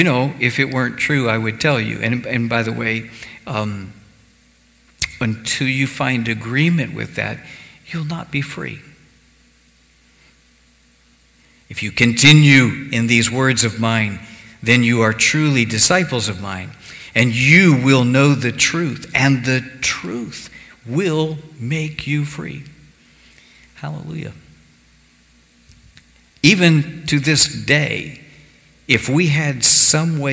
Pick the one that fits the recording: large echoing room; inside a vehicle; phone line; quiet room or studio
large echoing room